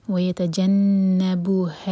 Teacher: نون پر شدہ، تو نون پر غنہ کریں گے، دو سیکنڈس کا ہولڈ کریں گے. وَيَتَجَنَّبُهَا الْحَا کو لام سے جوڑیں گے، اور جب لام سے جوڑیں تو لام پر جھٹکا نہ ہو.